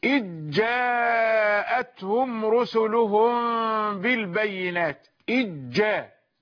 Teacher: إذ جاء، أدغمت الذال في الجيم · Term: الإدغام في الجيم